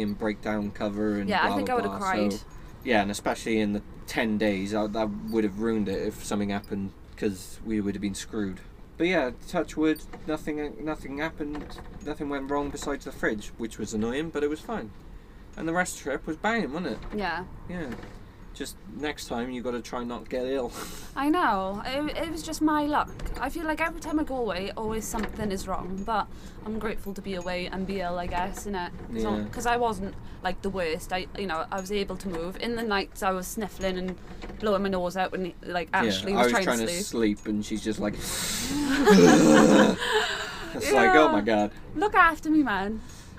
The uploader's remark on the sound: We recorded this in the van on a stormy day so apologies for the noise.